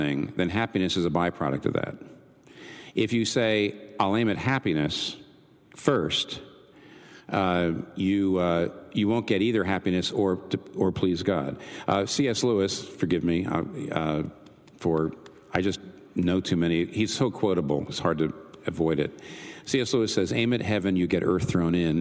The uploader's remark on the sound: This Q&A session was recorded before a live audience on March 14, 2019 in New York City.